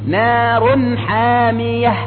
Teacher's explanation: التاء المربوطة عندما نقف عليها تنطق هاء، يعني نار حامية، هي أصلها كذا لكن عند الوقف نقول نار حامية.